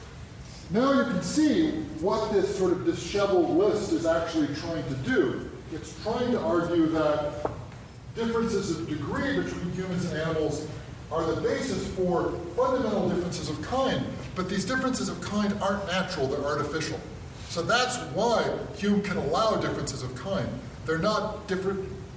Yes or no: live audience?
yes